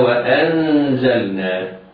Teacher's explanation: نون ساكنة بعدها زاي في كلمة واحدة حكمها الإخفاء الحقيقي. على القارئ أن يحترز من إرغام اللام الساكنة في كلمة وأنزلنا في النون التي بعدها.